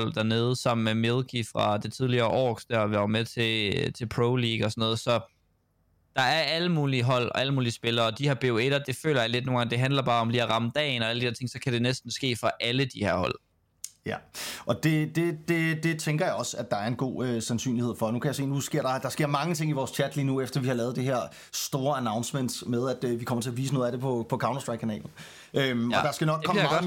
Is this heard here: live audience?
no